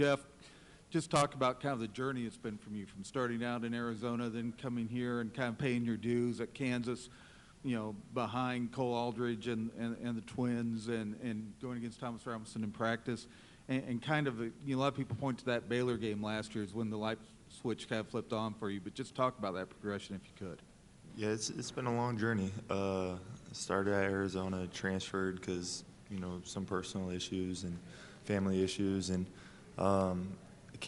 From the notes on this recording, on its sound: Press Conferences & Post-Game Interviews. Talk to reporters.